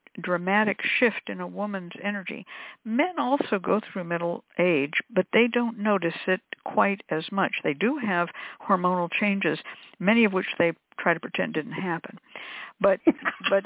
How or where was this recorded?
phone line